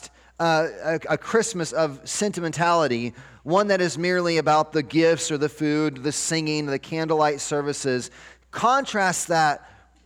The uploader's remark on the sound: 12-24-23 Sunday Morning Sermon Audio